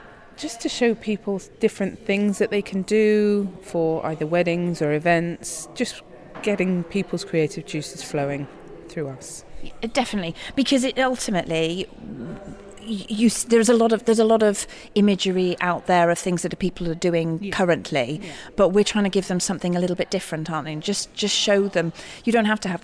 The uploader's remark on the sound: We're out on location